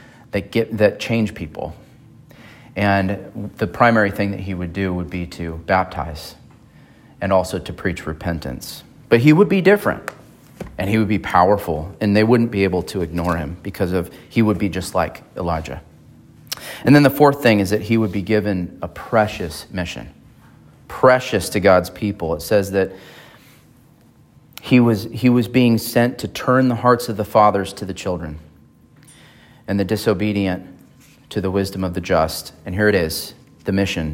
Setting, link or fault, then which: setting, large echoing room